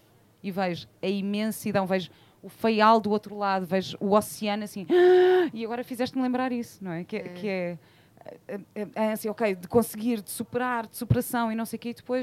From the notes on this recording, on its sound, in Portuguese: Neste episódio gravado ao vivo no Wanderlust Madeira.